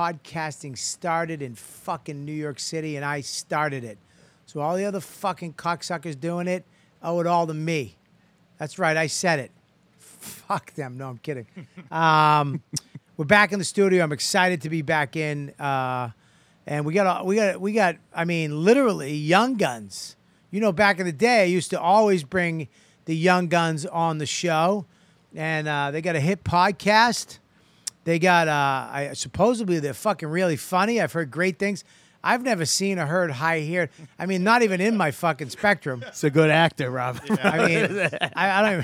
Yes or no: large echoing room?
no